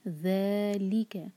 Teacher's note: دیکھیں یہاں پہ ز آواز نہ آئے، ذال پڑھیں گے